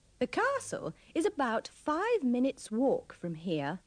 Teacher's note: pay attention to the pronunciation of walk and walking. Don't pronounce the L.